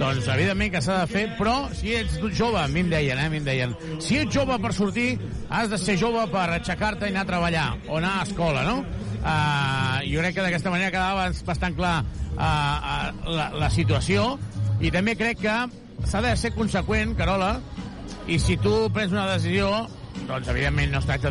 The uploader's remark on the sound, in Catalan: Transmissió en directe del partit Wolves vs Joventut